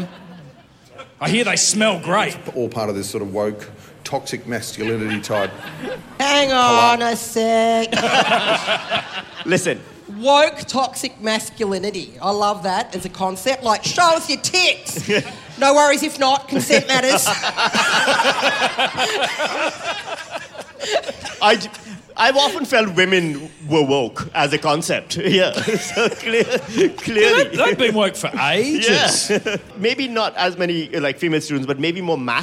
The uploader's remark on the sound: Celebrating 1,000,000 downloads live in Melbourne at the Malthouse Theatre